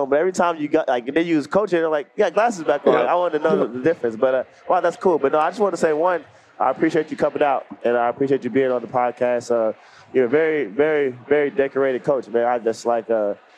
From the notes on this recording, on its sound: LIVE from NBACon at Summer League